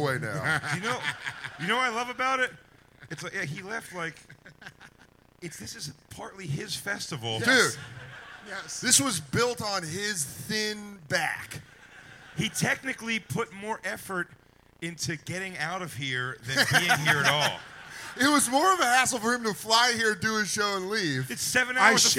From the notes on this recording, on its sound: Skankfire Live from Skankfest South. Skankfire goes live from Skankfest South in Houston, Texas.